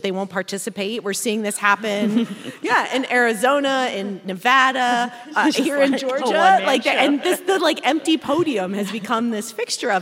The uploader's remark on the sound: In a live show on Thursday, October 20th, at the Buckhead Theater in Atlanta